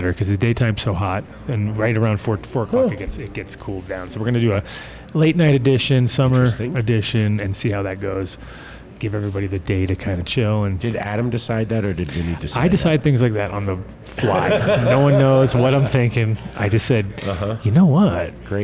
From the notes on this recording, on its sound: joining the show from beautiful Greece in fact he’s told us he will be on a rooftop across from the Acropolis